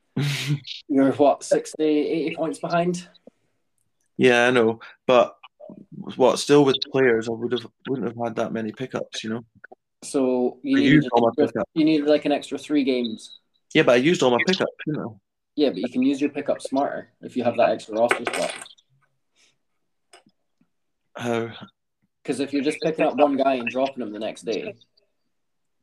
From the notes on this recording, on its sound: Technical difficulties in this one.